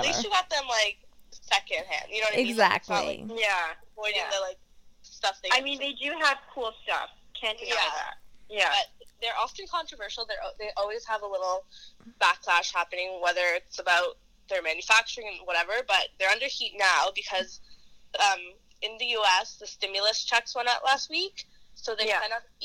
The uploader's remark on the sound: on the phone with us